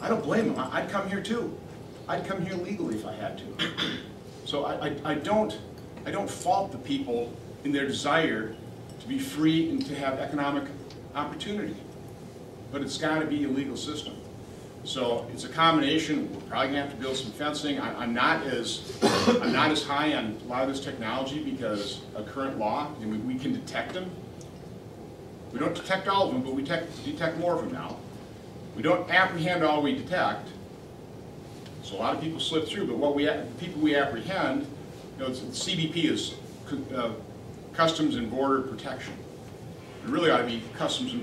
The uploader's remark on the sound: Addresses The Ripon Society on March 5, 2015. WASHINGTON, DC. Appeared before a breakfast meeting of The Ripon Society.